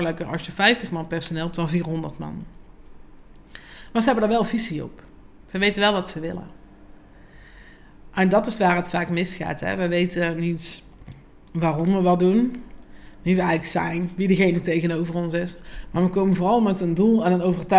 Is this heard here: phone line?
no